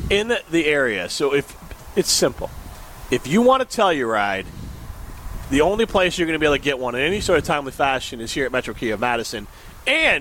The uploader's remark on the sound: live from Metro Kia of Madison